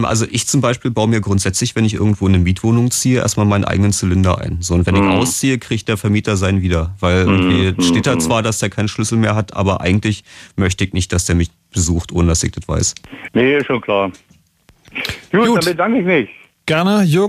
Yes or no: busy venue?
no